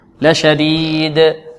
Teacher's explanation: والدال لماذا قلقلناها؟ لأنها سكنت في الوقف، وتعلمون أن القلقلة من الصفات العارضة التي تعرض الحرف حال سكونه.